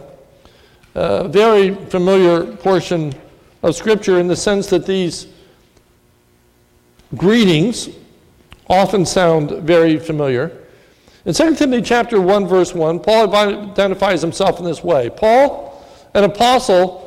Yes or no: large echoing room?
yes